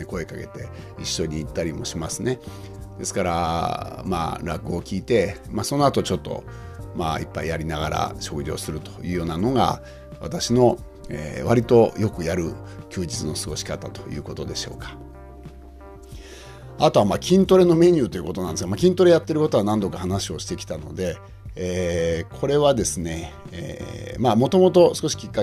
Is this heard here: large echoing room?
no